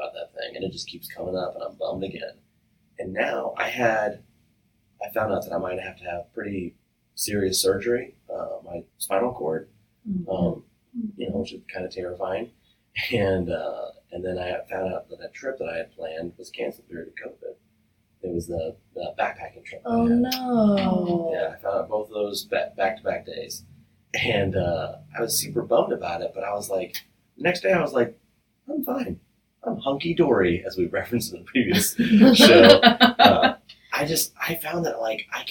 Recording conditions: poor sound quality